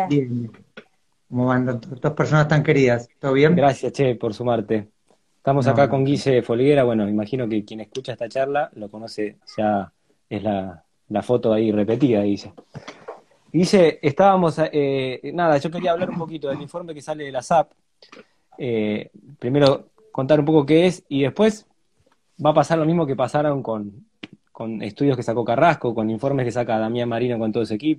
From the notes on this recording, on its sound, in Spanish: Audio de la charla en vivo por Instagram